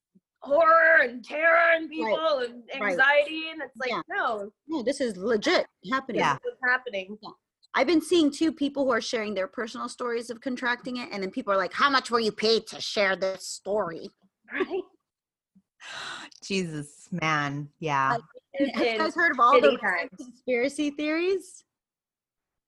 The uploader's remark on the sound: In this Zoom episode